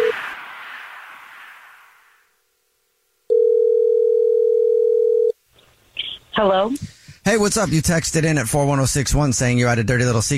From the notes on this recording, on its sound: The woman on the phone.